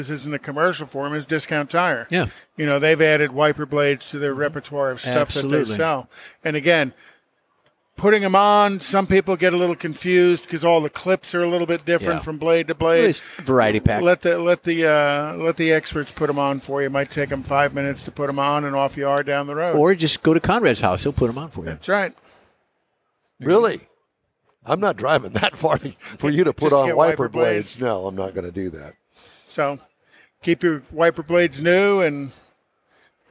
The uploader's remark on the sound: we bring you the excitement from the 41st annual Houston Autoboative Show